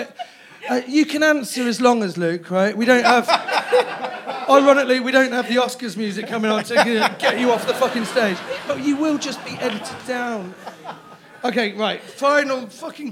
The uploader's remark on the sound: Recorded in front of a live audience.